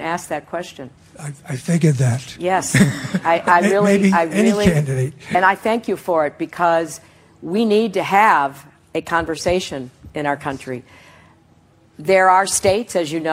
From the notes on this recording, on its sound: a CNN Democratic town hall in Des Moines, Iowa